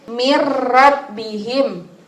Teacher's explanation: Kalau kita baca di Al-Quran itu tulisannya min robbihim. Nah, itu caranya langsung dimasukkan tapi tidak mendengung